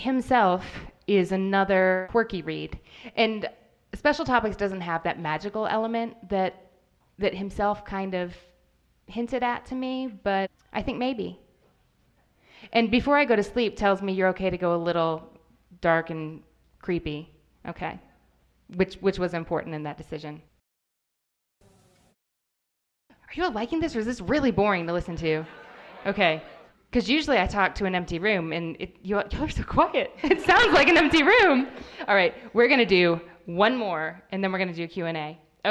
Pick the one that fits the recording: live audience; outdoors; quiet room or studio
live audience